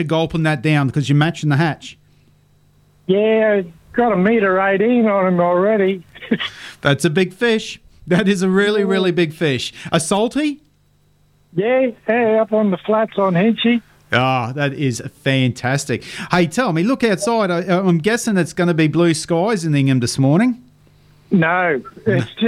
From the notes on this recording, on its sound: Joins us on the phone from Ingham.